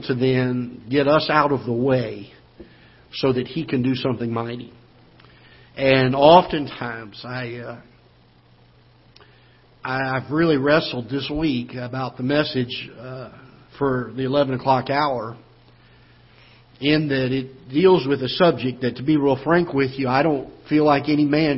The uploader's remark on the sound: Ketha Heights Baptist Church ~ Live Broadcast.